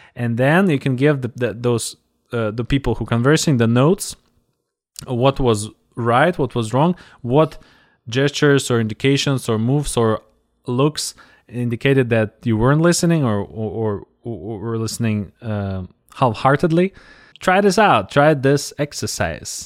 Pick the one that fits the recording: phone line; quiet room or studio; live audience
quiet room or studio